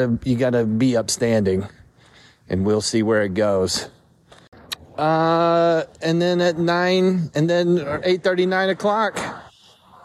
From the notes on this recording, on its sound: I recorded this a few minutes after the news came out while walking the streets of Nitro, West Virginia.